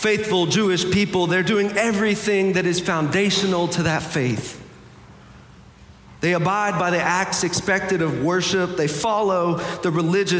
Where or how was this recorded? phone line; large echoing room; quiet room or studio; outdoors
large echoing room